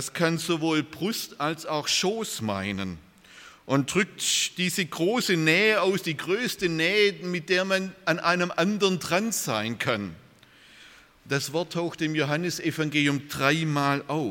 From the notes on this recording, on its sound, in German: Aus dem Gottesdienst der Liebenzeller Mission.